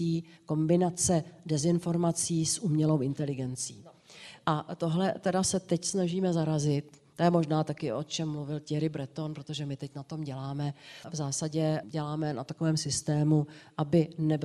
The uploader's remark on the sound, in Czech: natočili živě s publikem v pražském Divadle Na zábradlí